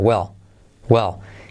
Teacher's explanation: Y esa semiclave W que no es gu, el, sino U, L. Y la L que casi no se pronuncia